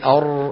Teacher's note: الراء مخرجها لا هو مقفول حتى تكون شديدة، ولا هو مفتوح حتى تكون إيه؟ رخوة